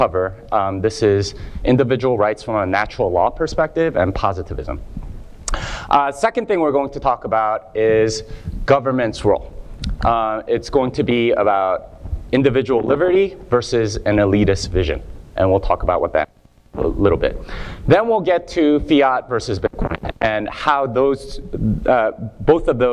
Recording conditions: live audience